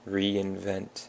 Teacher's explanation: reinvent has the emphasis on the vent